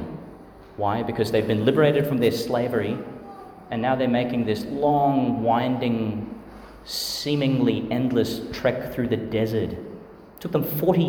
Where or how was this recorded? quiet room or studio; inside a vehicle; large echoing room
large echoing room